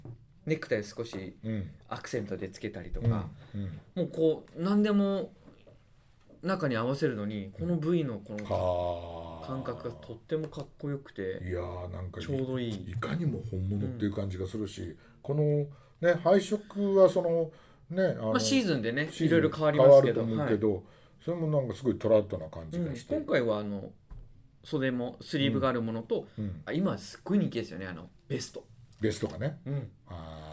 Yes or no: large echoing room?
no